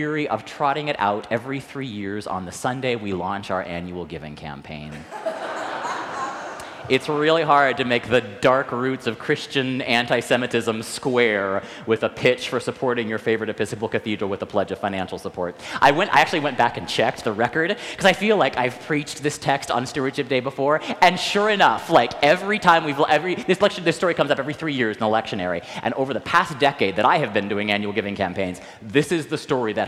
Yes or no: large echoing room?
yes